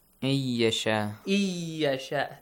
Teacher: The noon is merged into ya.